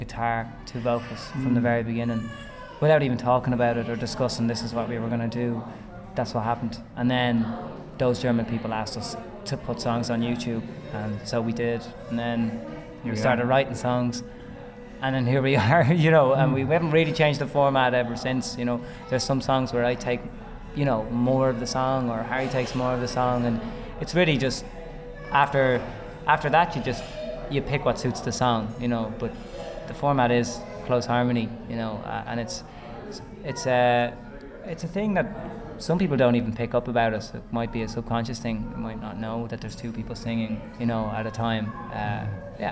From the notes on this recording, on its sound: The coversation was recorded over pizza